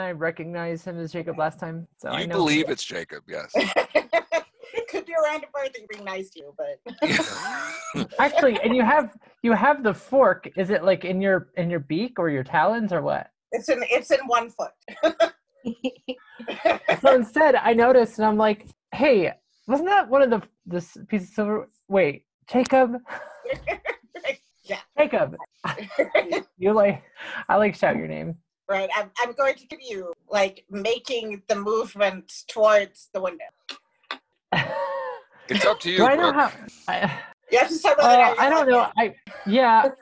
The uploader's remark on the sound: from the relative safety of our own homes via Zoom